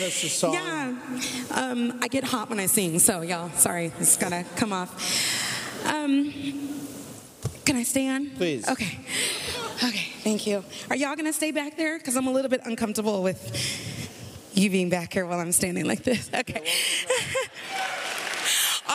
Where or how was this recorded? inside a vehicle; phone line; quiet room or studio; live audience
live audience